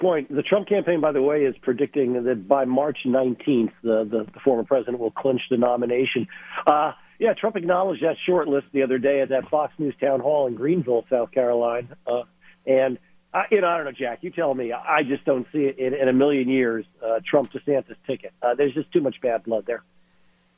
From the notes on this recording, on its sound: Calling in LIVE from South Carolina. In the Sig Sauer Studios, presented by AutoFair.